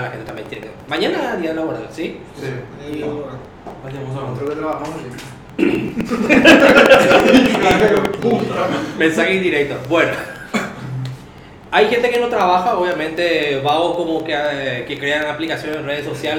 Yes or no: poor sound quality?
yes